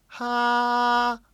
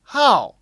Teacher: the thing that makes the fourth tone so distinct is how high it starts